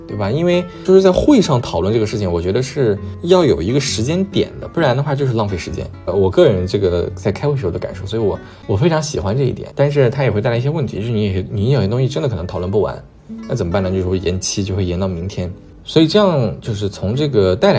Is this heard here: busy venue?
no